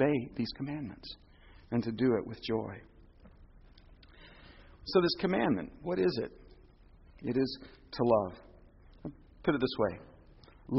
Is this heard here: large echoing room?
yes